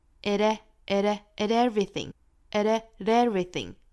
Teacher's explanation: 中间的 at 尾部 t 呢，做一个 flat t 的一个转变，从 t 的发音转变成 d, d, d. It, it, it everything.